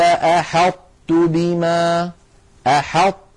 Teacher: يكون بإطباق اللسان، بأن يقرع اللسان مخرج الطاء من غير قلقلة، يقرع اللسان مخرج الطاء من غير قلقلة، ثم لما يفتح لا يفتح على طاء بل يفتح على تاء · لكنهم لا يدغمونها كلها، بل يبقى من الطاء صفة الإطباق ظاهرة. والإطباق كما مر معنا هو انحصار الصوت بين مقدمة اللسان ومؤخرته عندما يكون اللسان محاذيا لغار الحنك الأعلى، هذا الانحصار للصوت يعطي الحرف قوة واستعلاء وتفخيما.